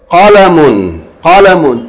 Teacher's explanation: Two short vowels with a qaf, not kaf.